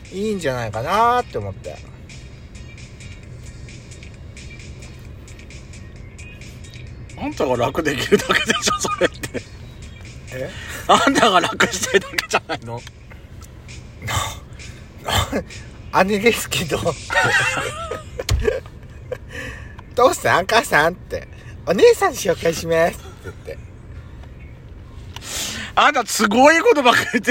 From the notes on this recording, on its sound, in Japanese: パーキング収録